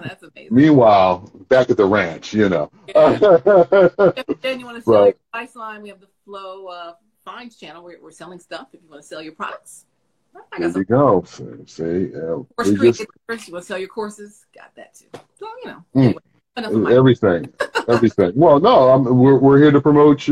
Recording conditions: video call